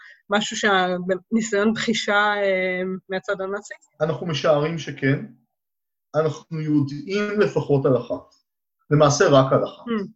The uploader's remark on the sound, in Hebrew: הקלטה דרך זום.